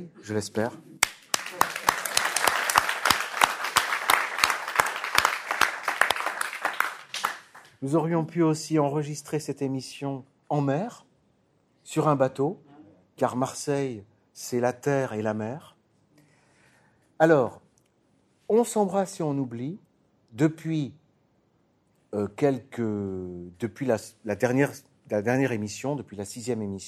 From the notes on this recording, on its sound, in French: Enregistrée en public à Marseille.